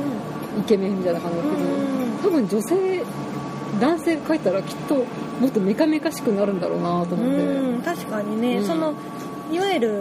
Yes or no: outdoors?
yes